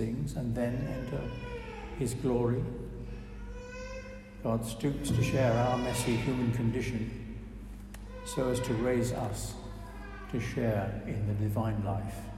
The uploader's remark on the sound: preached at our service